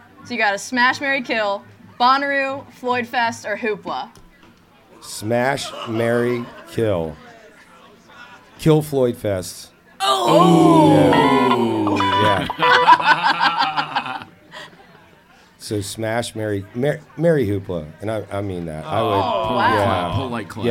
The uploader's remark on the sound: Live from Hoopla 2022